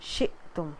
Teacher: جزم کے ساتھ جب بھی حمزہ آئے تو پھر جھٹکے سے ادائیگی ہو جاتی ہے